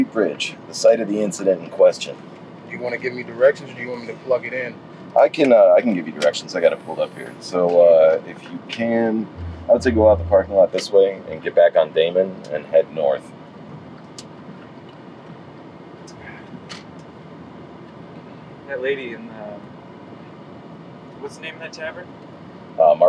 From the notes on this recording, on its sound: Driving through the forgotten parts of Chicago.